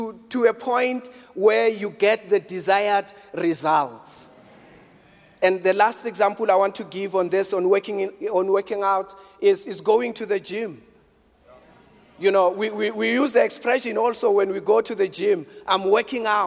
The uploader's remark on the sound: preached at Grace Bible Church Pimville on the 09th of October 2022 at the 09am Service